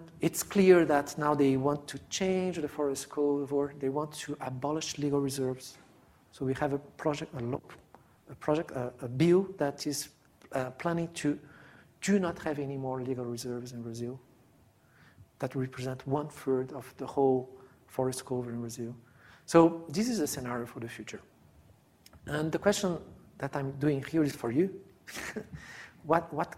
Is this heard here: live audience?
yes